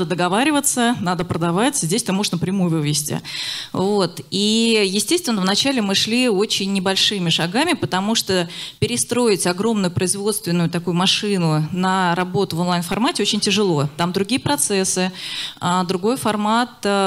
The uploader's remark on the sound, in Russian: Перед вами запись с конференции D2C Day.